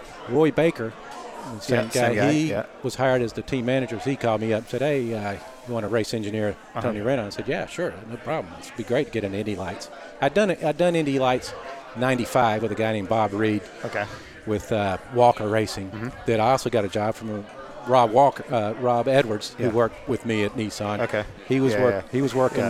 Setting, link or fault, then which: setting, busy venue